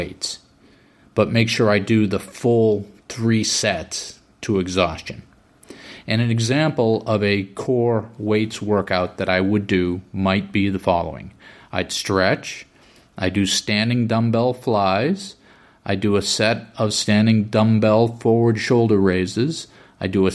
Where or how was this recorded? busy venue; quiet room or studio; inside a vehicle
quiet room or studio